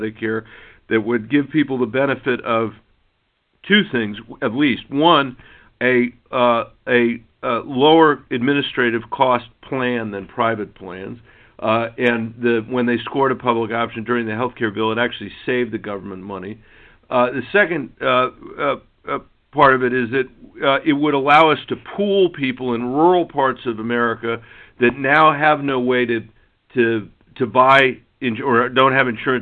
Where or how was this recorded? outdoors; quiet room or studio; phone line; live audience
phone line